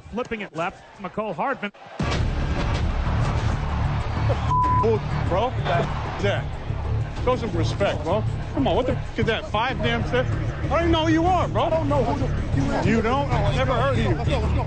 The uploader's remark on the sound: live from ABQ AXE